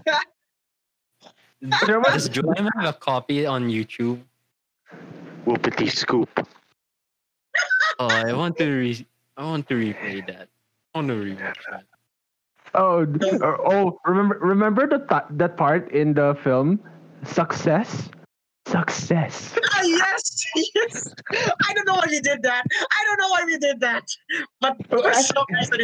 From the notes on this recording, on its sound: Due to fluctuating signals at the time recording of the video did affect the quality of the voices, apologies I could not fix it at post. In this episode of the podcast we have two guests.